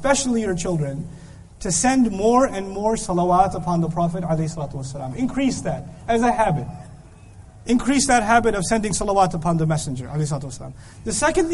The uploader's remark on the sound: This lecture was given in Qatar.